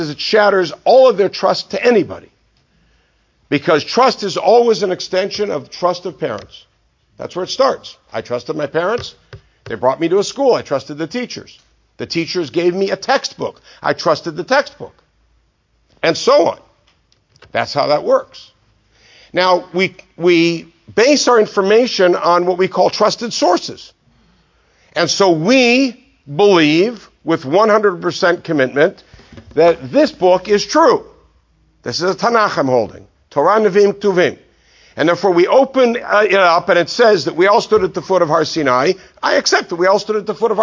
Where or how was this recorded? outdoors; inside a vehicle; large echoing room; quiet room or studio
large echoing room